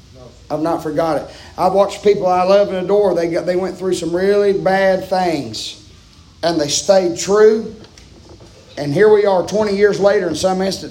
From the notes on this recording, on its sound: preaching live from Still Water Baptist Church on 7/26/23 Wednesday pm